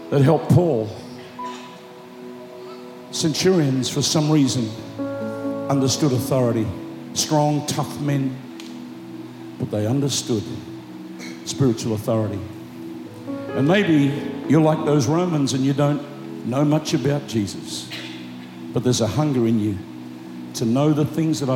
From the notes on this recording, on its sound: Preached Live At Planetshakers Melbourne